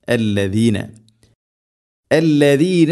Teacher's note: നാവിൻ്റെ അറ്റം മുൻപല്ലുകളുടെ ഇരുനിരകൾക്കിടയിലൂടെ അല്പം പുറത്തോട്ട് നിൽക്കണം